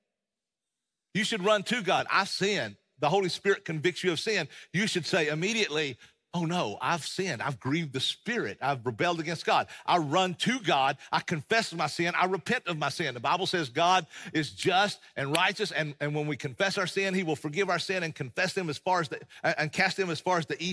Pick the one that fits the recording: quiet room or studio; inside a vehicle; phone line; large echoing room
large echoing room